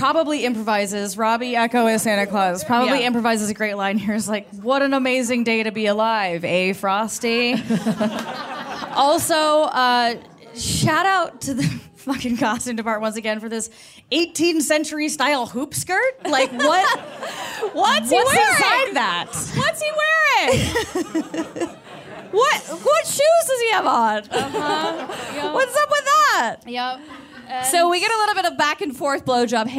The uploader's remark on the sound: Performed a live show at Caveat in New York City.